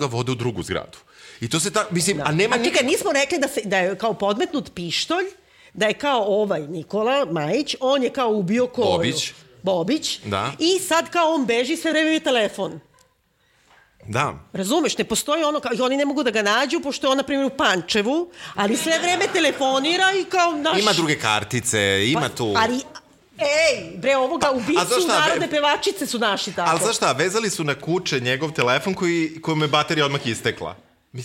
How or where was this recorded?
live audience